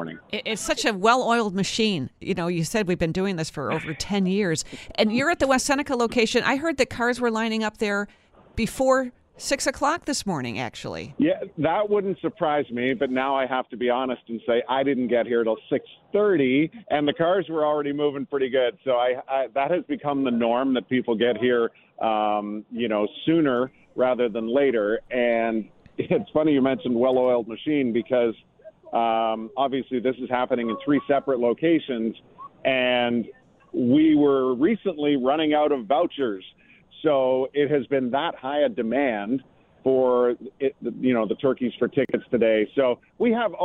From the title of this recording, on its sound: reports live from Turkeys for Tickets